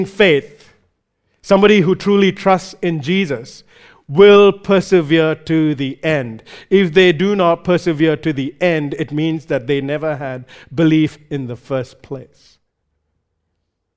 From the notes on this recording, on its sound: Recorded live at Grace Community Bible Church.